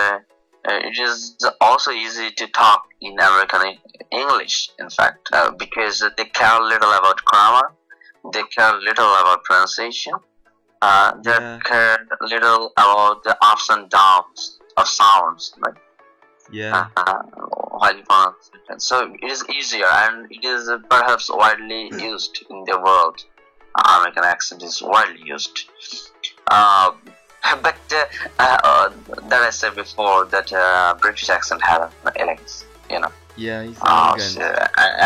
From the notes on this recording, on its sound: the skype voice quality is not so good in this case